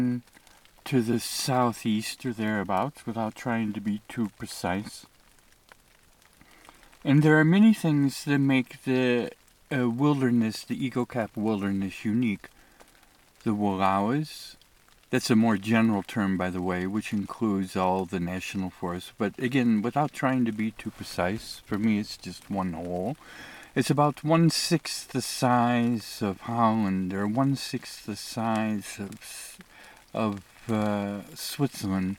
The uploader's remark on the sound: I report from the Eagle Cap Wilderness.